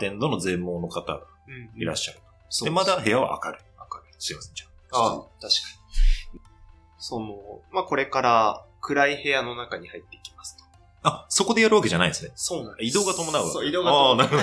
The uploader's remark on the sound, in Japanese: 音質悪くてすみません。